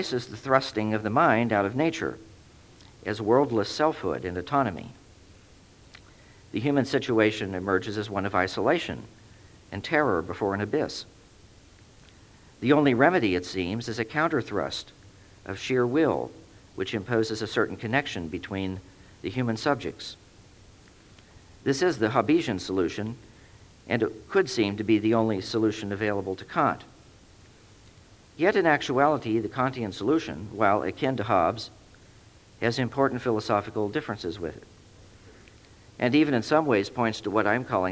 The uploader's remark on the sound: Recording of a lecture delivered on April 9, 1999. As part of the Formal Lecture Series.